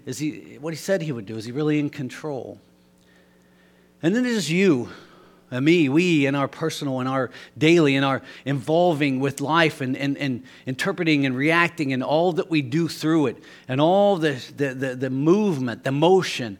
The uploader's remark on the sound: Sunday Morning Service - 03/05/2023 - Audio